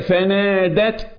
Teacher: اسمع الهمس اللي في التاء